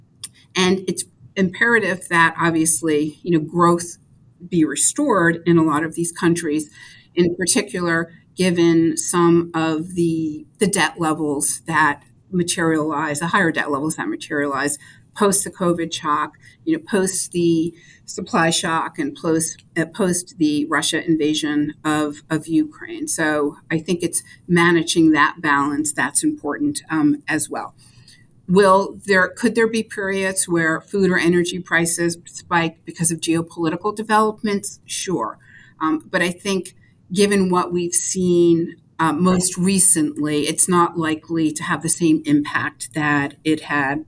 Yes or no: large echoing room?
no